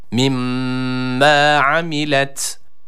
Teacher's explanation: şeddeli olan mimi burada birazcık tutuyoruz. Hemen bırakmıyoruz.